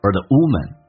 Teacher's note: 没有那么字正腔圆，说成 or。直接轻轻的像儿化音一样，美式发音需要卷舌，轻度卷舌